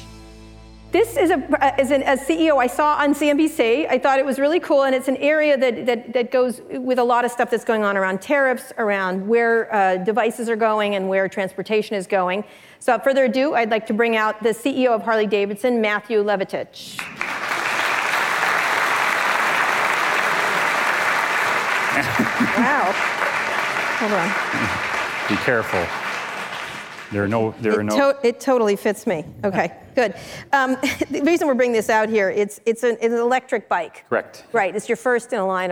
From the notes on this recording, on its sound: live onstage at the 2019 Code Conference